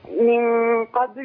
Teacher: ما ينفعش نحرك اللام. من قبل لازم أقف على اللام بدون حركة ولا قلقلة